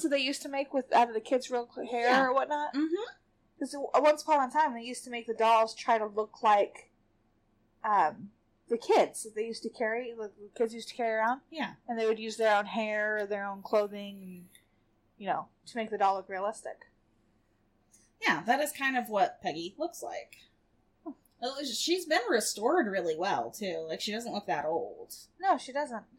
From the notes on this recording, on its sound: The sound is a little off.